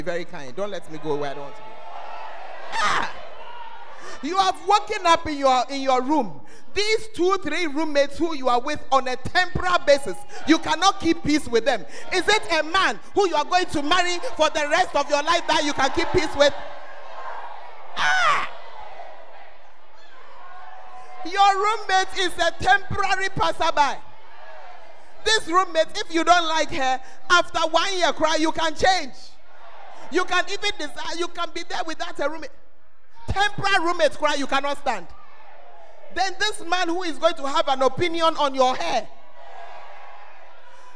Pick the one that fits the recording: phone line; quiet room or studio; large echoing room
large echoing room